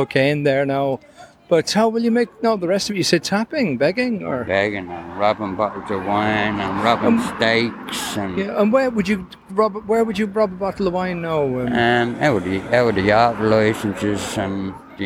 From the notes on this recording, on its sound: Outside a Dublin drug clinic, where drugs are bought and sold on the street.